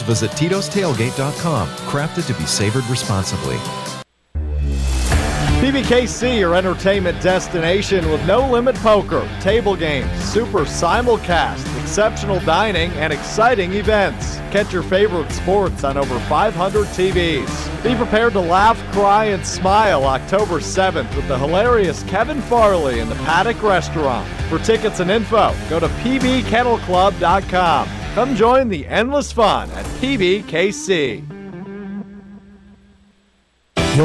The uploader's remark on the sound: Full Show LIVE from the TimberTech Championship